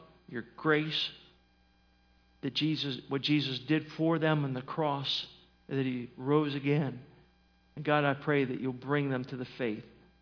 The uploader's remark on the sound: At Northside Baptist Church of Elkhart, Indiana.